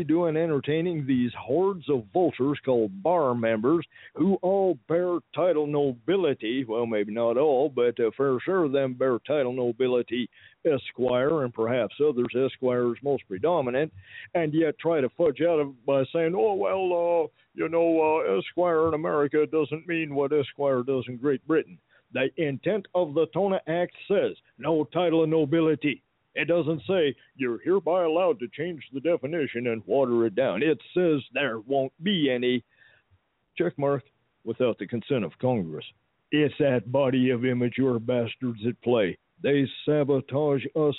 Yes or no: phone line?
yes